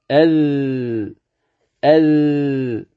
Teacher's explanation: أذ من طرف اللسان مع أطراف الثنايا العليا · Term: الذال